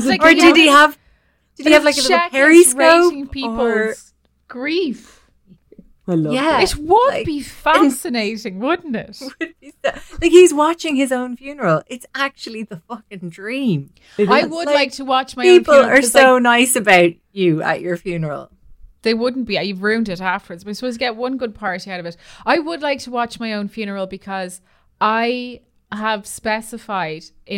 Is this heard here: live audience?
no